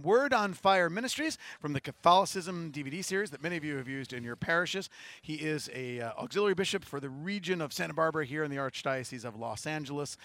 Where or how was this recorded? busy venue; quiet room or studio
busy venue